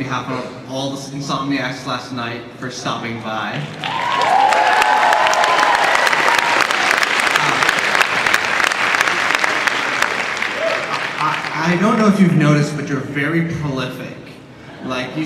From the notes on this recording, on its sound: panel from Comic Con 2012